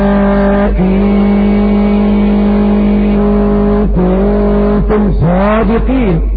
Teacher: ليس له إلا المد المشبع ست حركات بإبدال الهمزة حرف مد